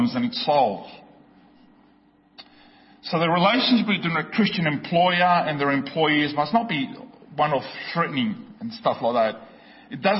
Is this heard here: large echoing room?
yes